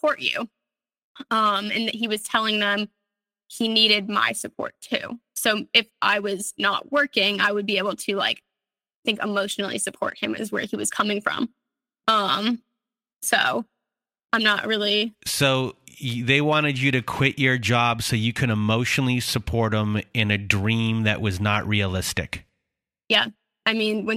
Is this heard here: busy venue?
no